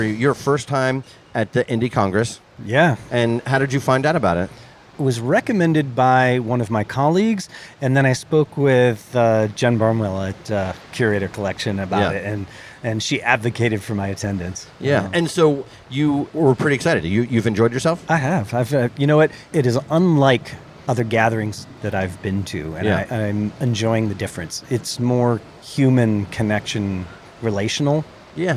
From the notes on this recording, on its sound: Indie Colorcast Live at The LINE Hotel.